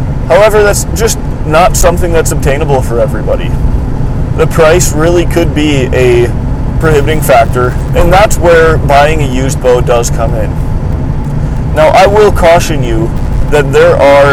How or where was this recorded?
inside a vehicle